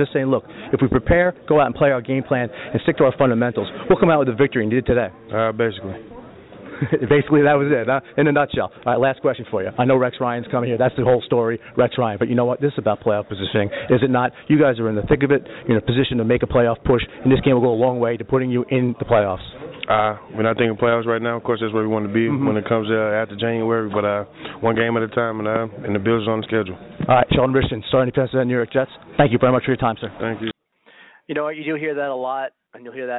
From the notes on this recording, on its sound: Live NY Jets Call-in Show Postgame Coverage from MetLife Stadium.